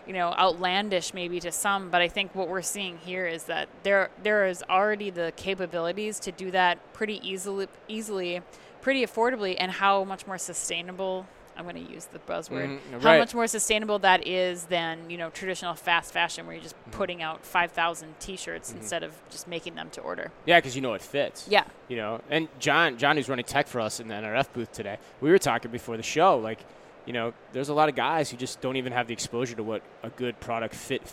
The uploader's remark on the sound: NRF 2020 Live Recap from the Javits Center, NYC.